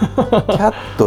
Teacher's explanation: 最後に T に母音を足す · Term: ローンワードフォノロジー